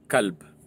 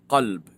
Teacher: people who speak Punjabi, they don't differentiate between ka and qaf. So, kaf and qaf.